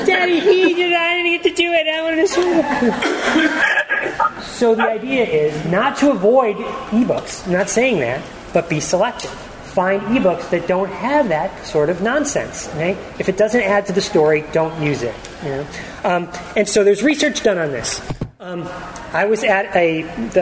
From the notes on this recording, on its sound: The second half of the recording of a live presentation. At the 2012 Virginia Society for Technology in Education Conference.